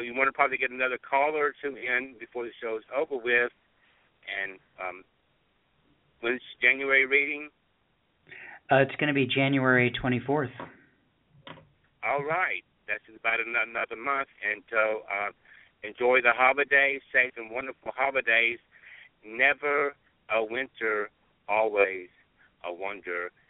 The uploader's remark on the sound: We closed out our 2015 open poetry reading with callers from Pelham, Alabama. Elkins Park, Pennsylvanie, Laguna Niguel, Calfornia, Evanston, Illinois, Topanga, California, and Birmingham, Alabama.